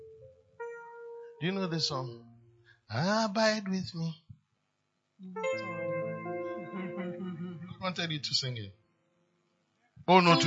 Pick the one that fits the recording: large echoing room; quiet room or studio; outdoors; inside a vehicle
large echoing room